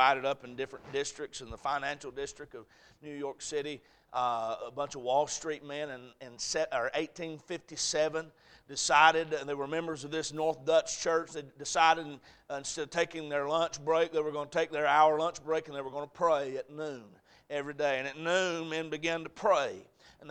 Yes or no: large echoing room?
yes